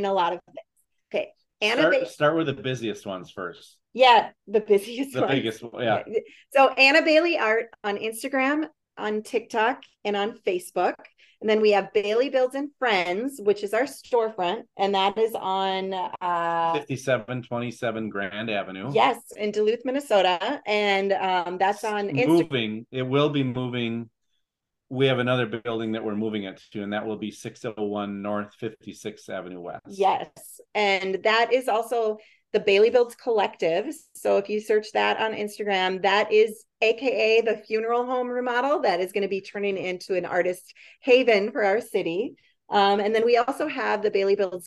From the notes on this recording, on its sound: A Zoom sit-down conversation.